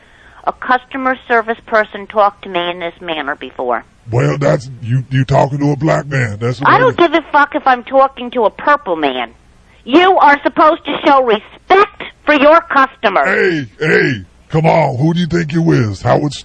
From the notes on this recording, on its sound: Prank Phone Calls